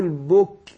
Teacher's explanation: هو الكاف حرف ايه؟ مهموس ومرقق